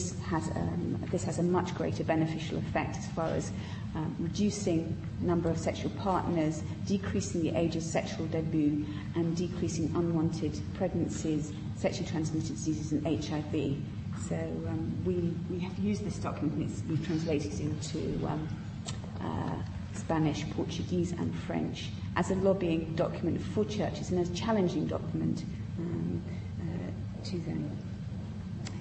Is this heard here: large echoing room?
yes